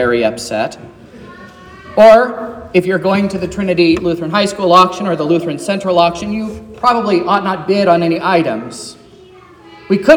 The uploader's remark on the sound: This is the sermon preached at Trinity Lutheran Church in Vallonia, Indiana, on Wednesday, February 14th, 2024, which was Ash Wednesday.